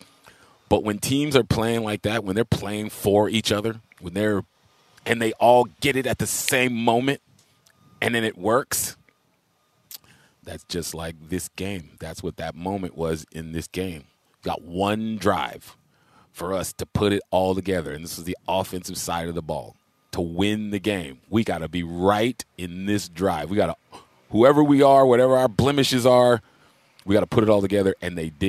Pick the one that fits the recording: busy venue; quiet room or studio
busy venue